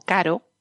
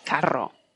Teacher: Si hay dos, entonces es el sonido vibrante, vibrante múltiple · Shown in: second take · que es carro.